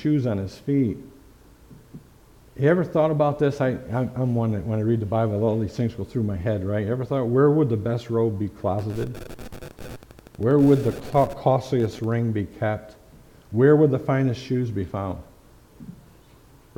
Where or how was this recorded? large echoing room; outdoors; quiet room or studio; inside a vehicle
large echoing room